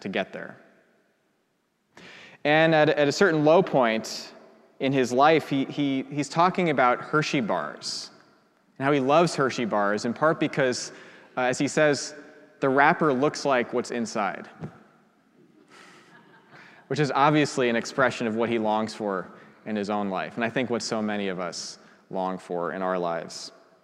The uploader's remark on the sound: preached at our celebration of the Holy Eucharist